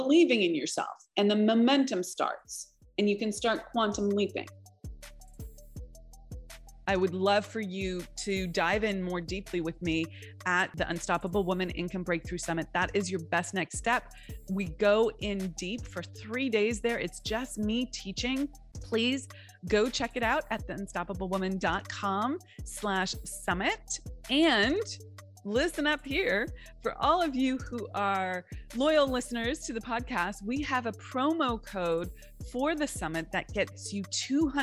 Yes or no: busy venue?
no